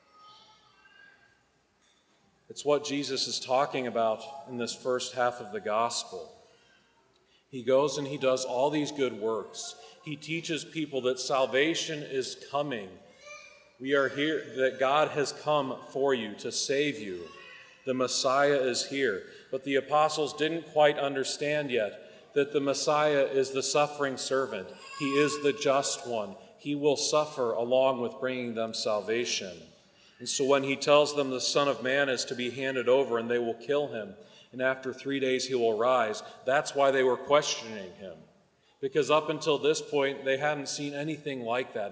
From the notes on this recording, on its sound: Recorded at the 9am Mass.